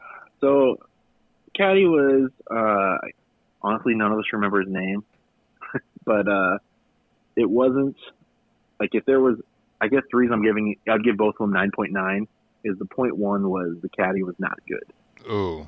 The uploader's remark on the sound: listen in on a phone call